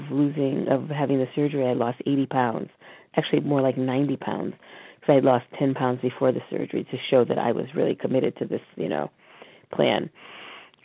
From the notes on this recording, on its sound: from the 100 Pounders Phone Meeting